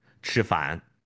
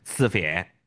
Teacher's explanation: 它只有平舌音，没有翘舌音。 · Shown in: second take